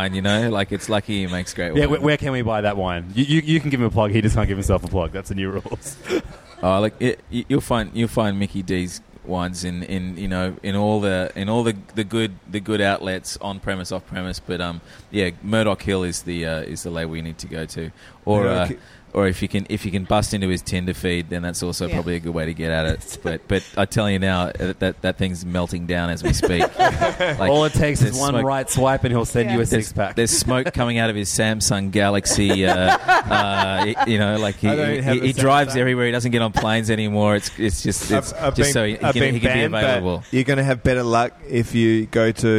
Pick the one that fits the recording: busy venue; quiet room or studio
busy venue